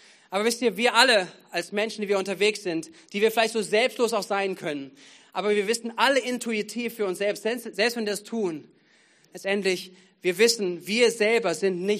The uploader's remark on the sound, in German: Gottesdienst am 13.11.2022